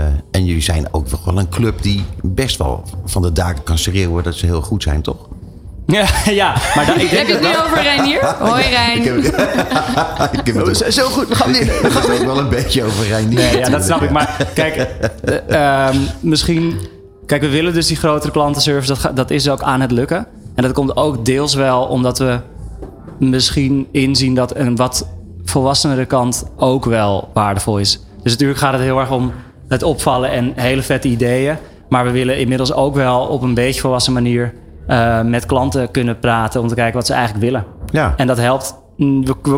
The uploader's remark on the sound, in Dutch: New Business Radio live vanuit Cannes. De uitzendingen vinden plaats vanuit de Embassy of Dutch Creativity, de handelsmissie van de Nederlandse creatieve industrie tijdens het 70ste Cannes Lions International Festival of Creativity.